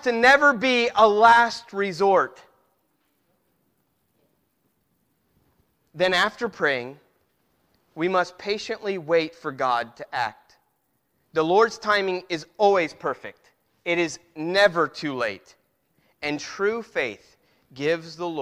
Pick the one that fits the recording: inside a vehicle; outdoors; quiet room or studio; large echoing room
large echoing room